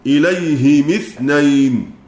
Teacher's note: أبو عمرو البصري هذه ميم جمع وقع قبلها هاء وقبل الهاء ياء ساكنة، فلا بد أن يكسر الهاء والميم جميعا في الوصل